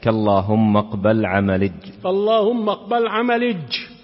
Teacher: هذه عجعجة قضاعة كانت تقلب الياء المشددة جيما